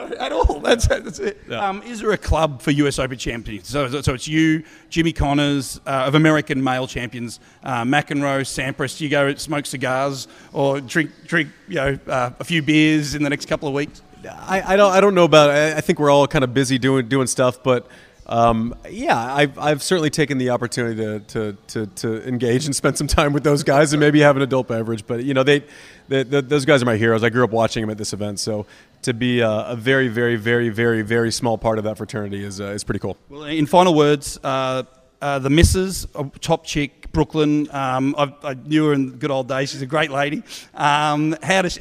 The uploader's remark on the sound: At the IHG's Legends, Unmatched Party. At the Kimpton Eventi Hotel plaza party.